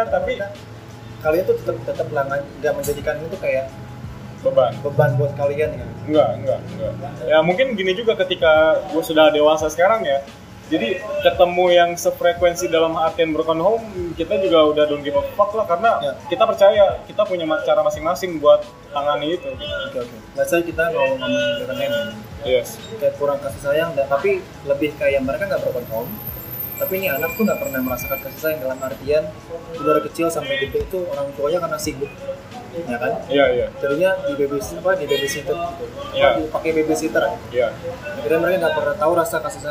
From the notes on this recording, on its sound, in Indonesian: Noise yang agak menggangu mohon maaf ya.